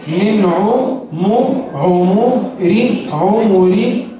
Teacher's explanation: نون ساكنة مظهرة قبل العين المضمومة